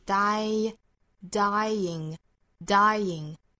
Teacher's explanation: dying 注意这个词它其实是两个部分的一个是 D-I-E Die 这个元音后面呢因为加到 ing 所以又加元音了是 ing ing dying dying 那相当于是 die 和 ing 两个音的结合那我们这个时候发现也是有两个元音结合在一起了那两个元音的前面这个元音呢是和 i 相关的所以说这个时候是要加一个小小的 ye 的音来连贯这两个元音